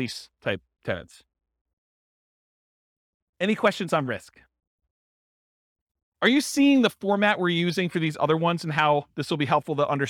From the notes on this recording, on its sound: This was a live class recorded